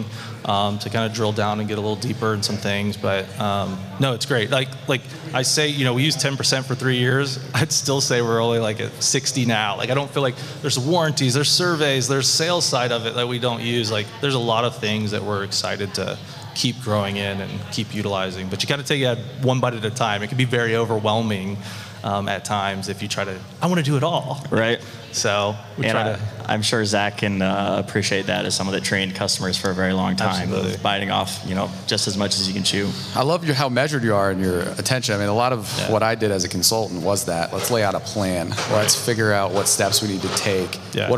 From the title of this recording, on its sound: Live from Buildertrend University